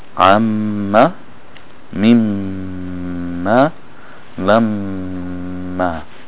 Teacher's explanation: it also has a nasal cavity sound, or the ghunna sound. Especially when it has a shadda, then this nasal sound will be elongated two beats.